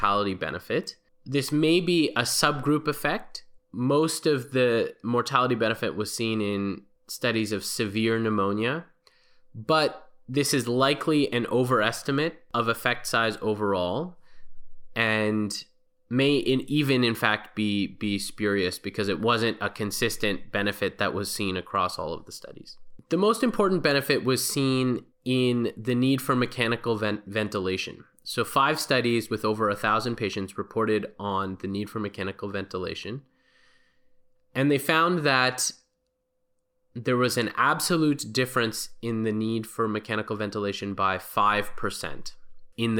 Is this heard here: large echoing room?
no